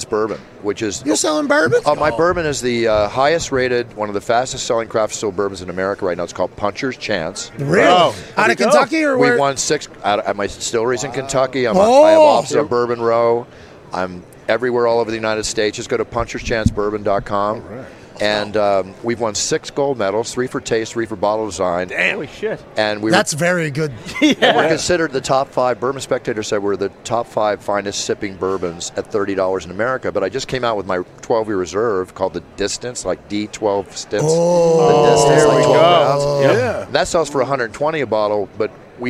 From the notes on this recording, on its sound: LIVE From Radio Row In LA.